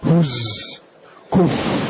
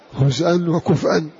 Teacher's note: هز كف بإسكان الزاي وإسكان الفاء، إذا بقي الهمز على أصله هزءا كفئا، وسيأتي التخفيف.